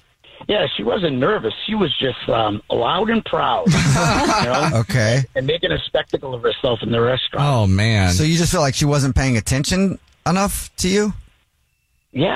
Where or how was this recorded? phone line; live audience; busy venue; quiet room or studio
phone line